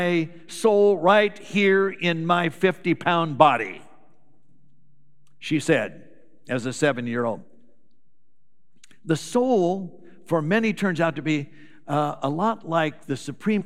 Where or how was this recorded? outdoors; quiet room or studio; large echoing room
large echoing room